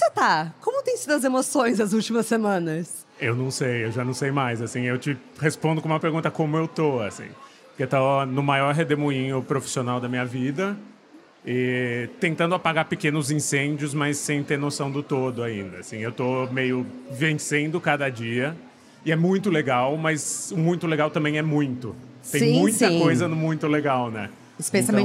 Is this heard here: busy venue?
yes